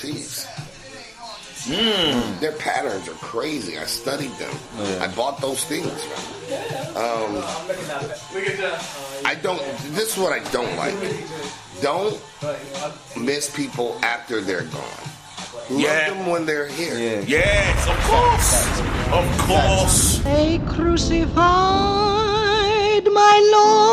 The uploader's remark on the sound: on location at Tone Coffee Shop High Wycombe